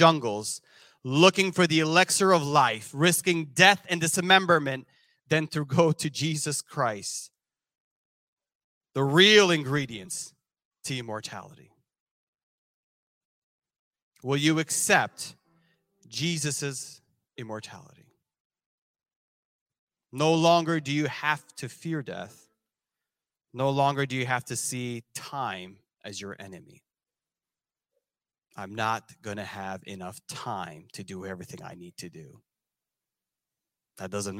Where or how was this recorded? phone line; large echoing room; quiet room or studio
large echoing room